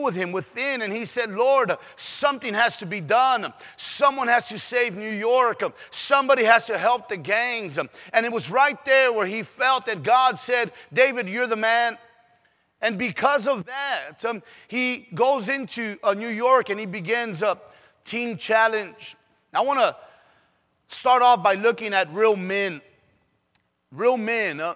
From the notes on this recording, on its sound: PREACHED IN SAN ANTONIO TX